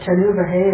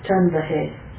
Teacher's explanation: So, tanu vahe is the regular. Then the ukara can optionally drop · Shown in: second take · Term: ukara dropping